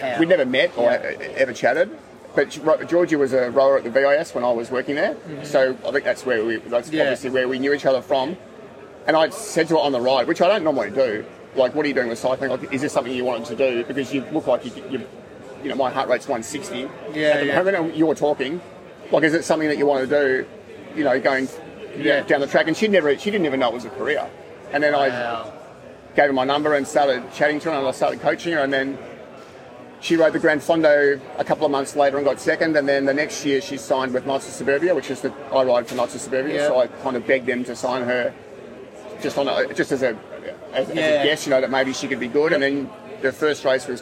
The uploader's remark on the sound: We're live at the Adelaide Hilton.